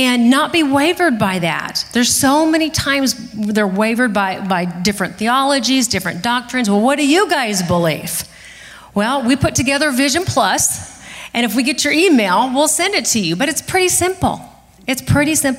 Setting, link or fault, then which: setting, large echoing room